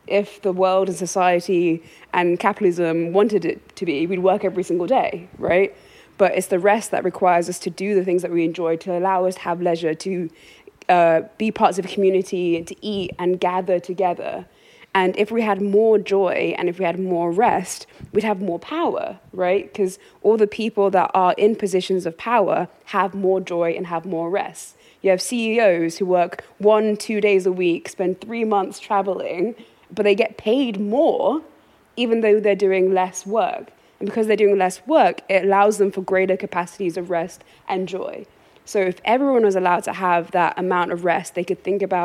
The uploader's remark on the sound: This is a live recording of a community conversation held at The GAP at the begining of October 2022. For this event we invited members of our communities, and participants on the programme, to gather together.